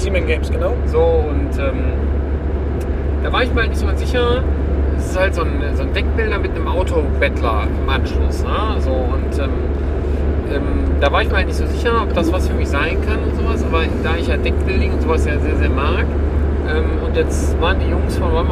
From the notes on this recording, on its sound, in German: Die Soundqualität ist dabei vielleicht nicht perfekt, denn aufgenommen wurde ganz spontan auf der Rückfahrt im Auto.